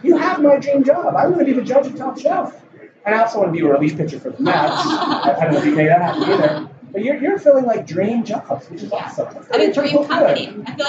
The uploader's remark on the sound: Recorded live at IBM's Think Conference in Las Vegas, a massive event that brings together over 30K IBM customers, partners, and employees.